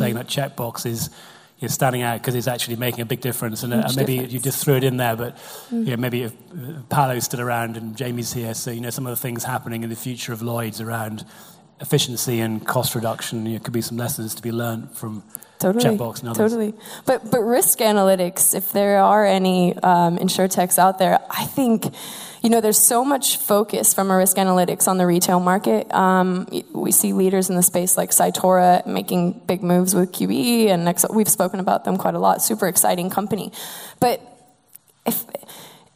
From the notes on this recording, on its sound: the second half of our "Reverse Pitch" event from The Steelyard